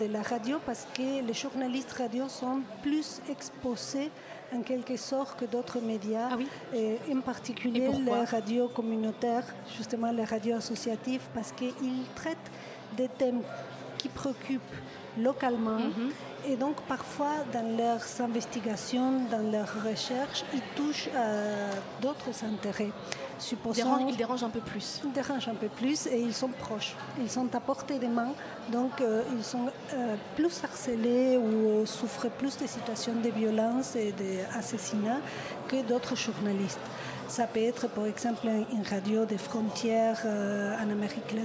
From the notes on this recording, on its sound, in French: la matinale a enregistré une émission spéciale depuis les couloirs de l'UNESCO